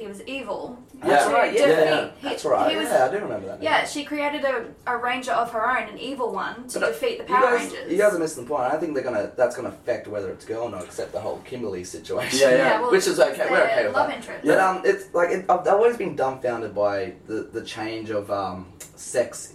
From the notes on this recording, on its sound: Unfortunately w lost the audio from the mic. We manage to salave the audio from the camera.